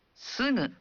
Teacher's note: Namun, bagi suku kata lain seperti sugu, ucapkan G dalam suara sengau. · Term: bunyi sengau